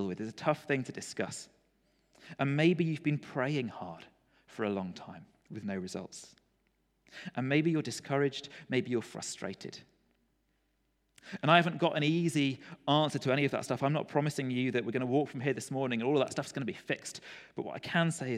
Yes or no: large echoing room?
yes